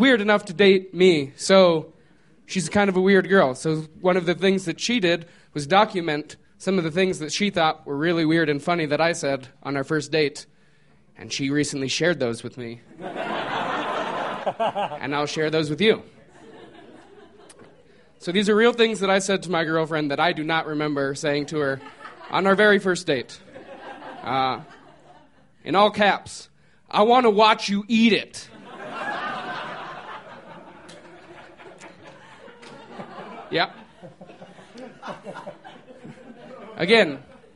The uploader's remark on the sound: These stories were recorded at The Deer Pile on January 16th, 2013